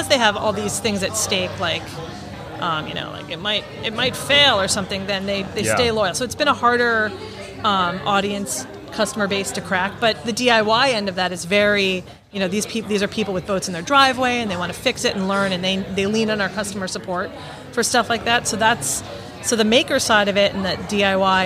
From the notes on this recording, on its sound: TotalBoat was in the Wall Control booth at HAVEN 2022.